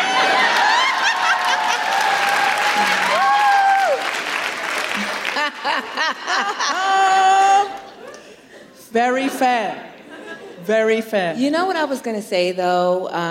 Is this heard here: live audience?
yes